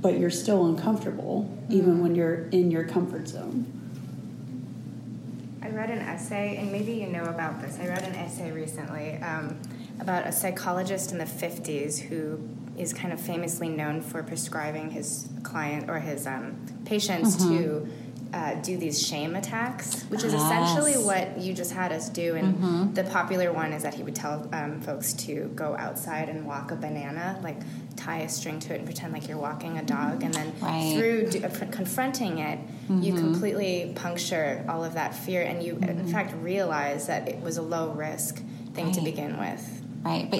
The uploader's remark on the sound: This episode of Positive Space feature interviews with participants in the FATE affiliate session at the Mid-America College Art Association (MACCA) Conference.